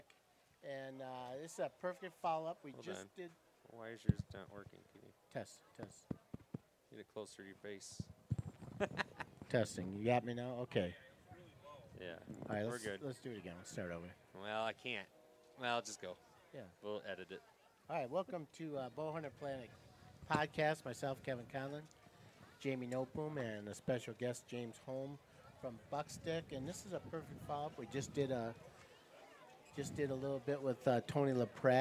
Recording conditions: busy venue